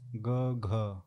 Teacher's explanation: तो ग और घ आपके सघोष व्यंजन है